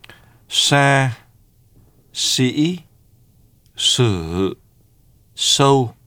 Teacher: Sa is a retroflex voiceless fricative consonant, the voiceless counterpart of the voiced consonant z. It is to a certain degree similar to English sh in shall, show.